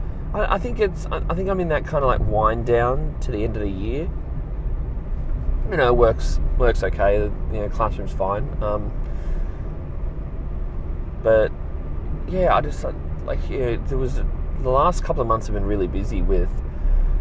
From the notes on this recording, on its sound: I'm back in the car